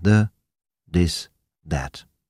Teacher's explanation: Und das stimmhafte TH klingt beinahe wie ein D